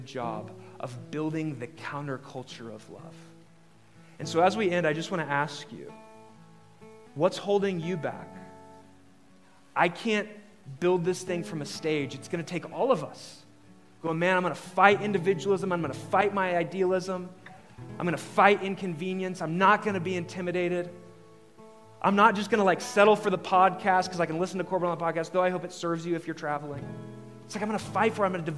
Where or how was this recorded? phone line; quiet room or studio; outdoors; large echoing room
large echoing room